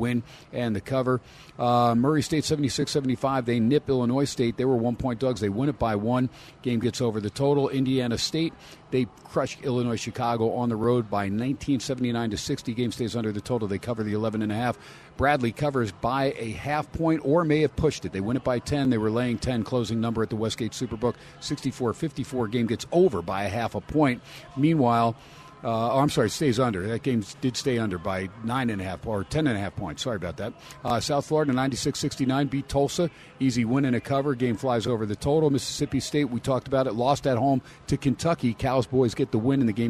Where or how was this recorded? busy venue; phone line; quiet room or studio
busy venue